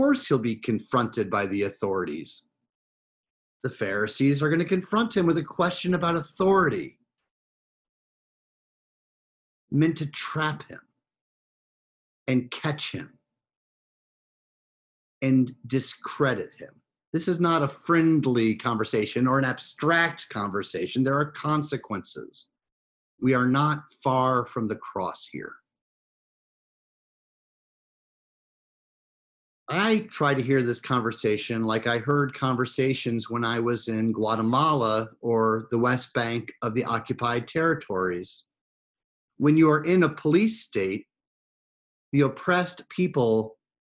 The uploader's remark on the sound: Recorded live in Zoom.us